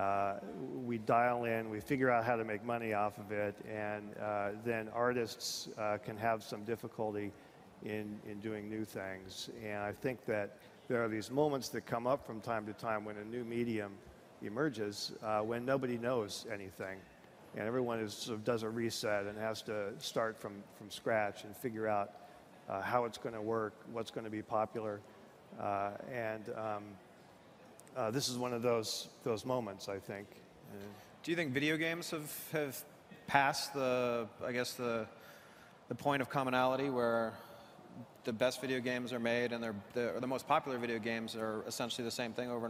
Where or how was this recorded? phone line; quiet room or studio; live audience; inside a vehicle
live audience